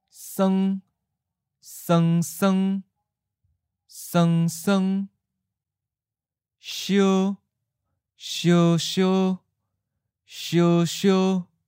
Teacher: Remember that the first syllable is the change tone, and the final syllable is always the original tone. First tone changes to seventh tone. High tone changes to mid tone.